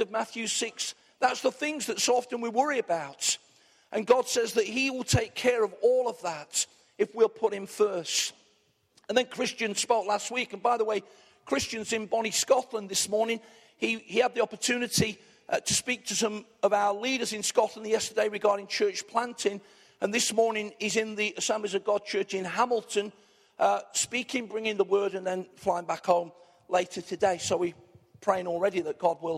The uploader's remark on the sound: Arena Church Ilkeston